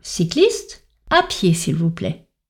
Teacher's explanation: Quand on le prononce ainsi, avec une pause derrière cycliste et une intonation de type injonctive, c'est-à-dire qu'on marque une forte descente